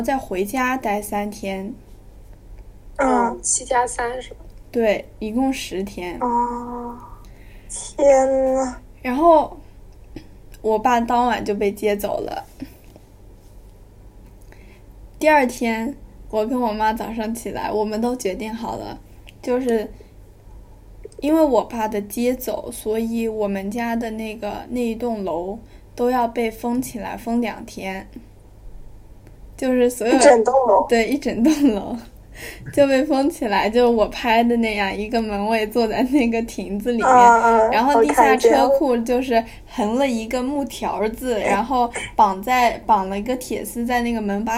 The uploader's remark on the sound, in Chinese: 在线上录制如此的随意（又吃零食，又洗衣服）。精致的呆在隔离酒店。